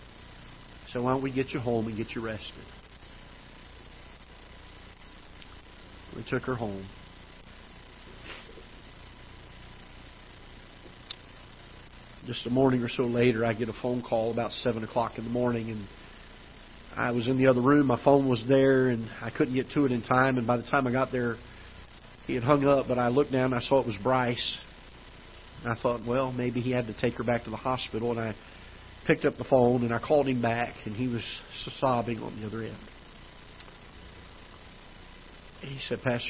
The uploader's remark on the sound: Ketha Heights Baptist Church ~ Live Broadcast.